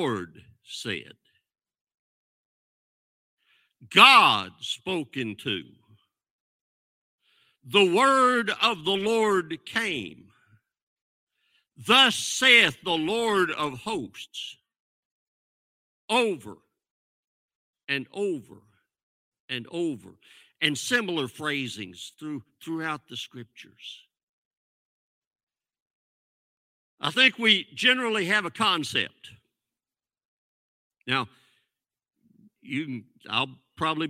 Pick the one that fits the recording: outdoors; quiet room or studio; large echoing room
large echoing room